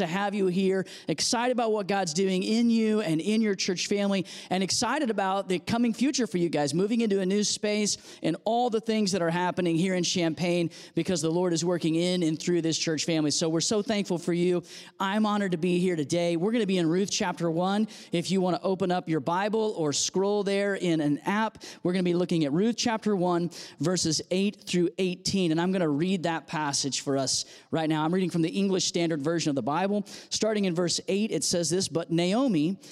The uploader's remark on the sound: audio from New City Church in Champaign-Urbana, IL